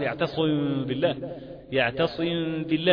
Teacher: عملت في غنة بمقدار حركتين تخرج من الخيشوم. طبعا هي مرققة وعدول يعتصم بالله، يعتصم بالله، لان الغنة تتأثر بما ايه؟